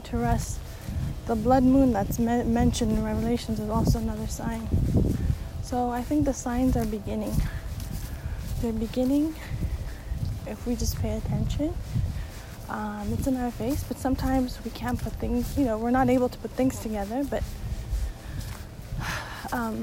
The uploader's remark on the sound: Again background noise!